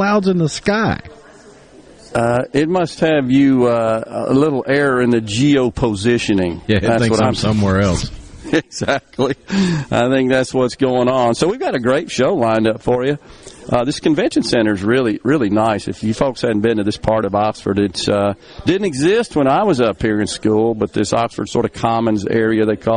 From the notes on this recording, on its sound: Stop by the Oxford Conference Center for the Ole Miss Banking and Finance Symposium.